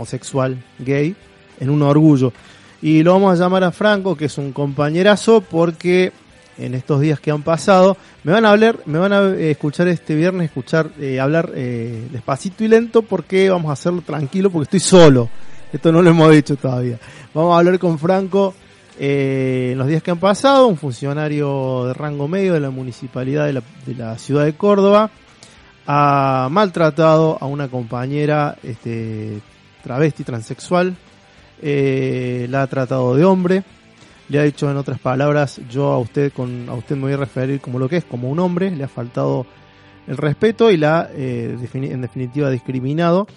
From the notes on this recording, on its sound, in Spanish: Nos visita en el piso. Por telefono.